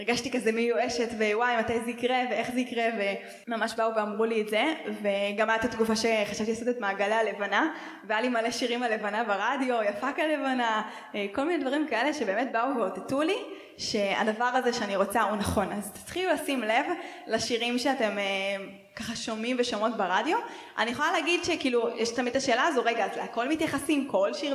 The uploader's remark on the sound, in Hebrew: וב1.9 עשינו הקלטת לייב, בבית חנה בתל אביב והקלטנו יחד את פרק השנה.